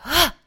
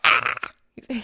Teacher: this kiai is a short exhalation, but it's not yelling. It's not coming from the throat. · Shown in: first take · It's coming from the hara, which is the abdomen, which is also the sea of energy.